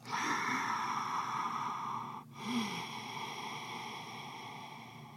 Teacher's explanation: And then you allow the soft palate to relax. So the tongue slightly slides back into your throat. And then there's like a slightly aspirated sound. · Term: ocean breath